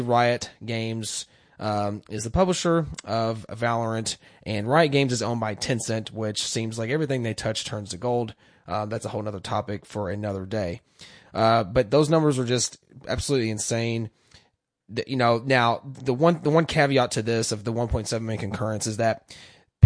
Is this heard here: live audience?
no